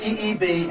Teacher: the emphasis is on the last syllable